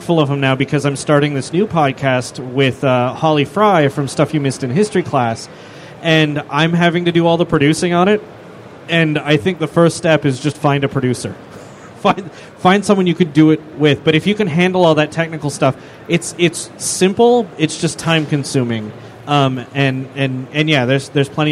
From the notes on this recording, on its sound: Star Wars Celebration Live. Were on hand at Star Wars Celebration Europe to do a live show. Take audience questions.